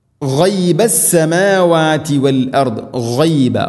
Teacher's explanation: ഗൈനാണ് തൊണ്ടയുടെ മുഗൾ ഭാഗം. · Term: ഗൈൻ